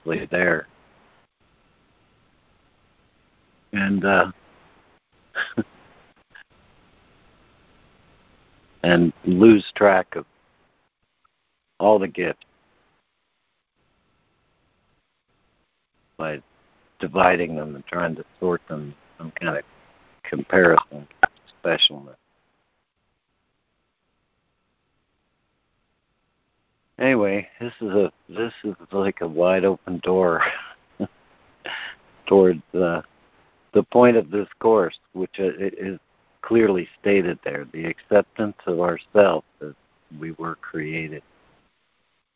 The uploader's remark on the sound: ACIM Daily Conference Call.